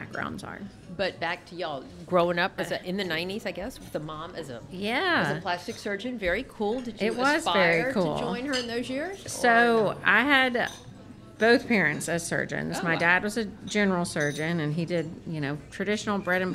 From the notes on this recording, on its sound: Out to Lunch is recorded live over lunch at Mansurs On the Boulevard